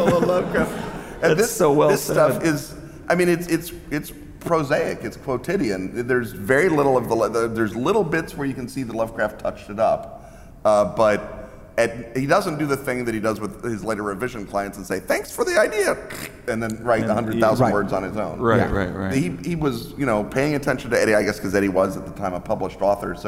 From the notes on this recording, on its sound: Live in Providence!